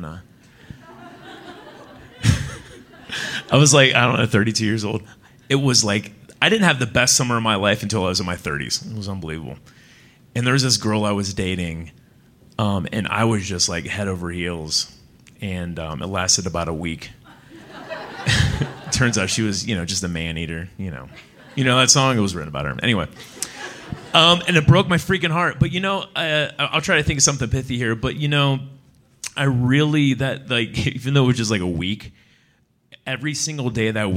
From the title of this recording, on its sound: Live from Salt Lake City